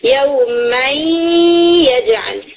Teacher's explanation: اب یہ جو مئی پڑھا جا رہا ہے یہ یا کا غنہ نہیں ہے، ٹھیک ہے، یہ یا کا غنہ نہیں ہے، یہ کس کا غنہ ہے، نون کا غنہ ہے جو کہ یا کے اندر آیا · نون پوری طرح اپنی ایگزسٹنس کو نہیں کھوتا بلکہ پارشلی اپنی ایگزسٹنس کو کھوتا، یعنی اپنا مخرج تو اس کا وہ کھو دیتا ہے مگر اس کی کوالٹیز میں سے اس کی غنہ کی کوالٹی باقی رہتی ہے